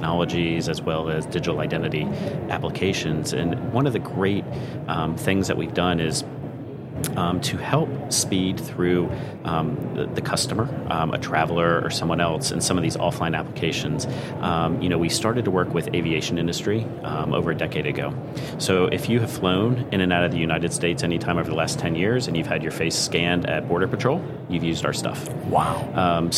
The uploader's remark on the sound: LIVE FROM MONEY 20/20